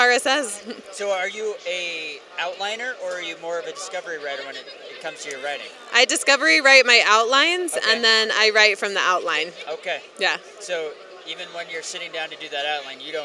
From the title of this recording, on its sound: Author Interviews Live From FanX